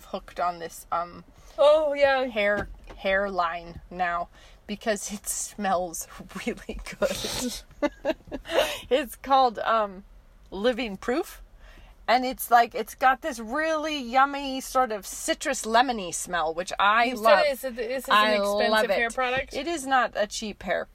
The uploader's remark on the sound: we are back in the car